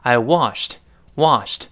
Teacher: 读快之后，这个 t 几乎听不到了。